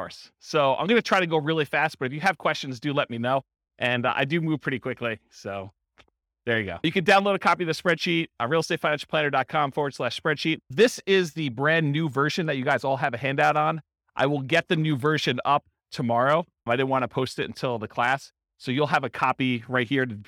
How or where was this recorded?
live audience